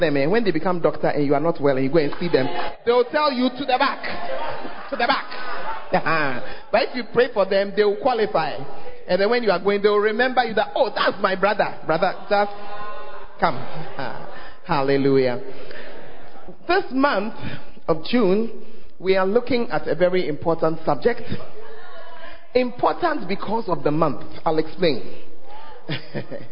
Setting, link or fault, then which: setting, large echoing room